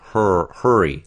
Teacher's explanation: To some degree, you can just think of it as being that curled back R and almost like no vowel at all.